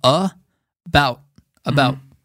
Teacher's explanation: about este a es un schwa